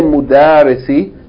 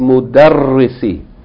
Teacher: it's not a long vowel. It's a shadda on the ra. · Shown in: second take · Okay, don't say mudarisi.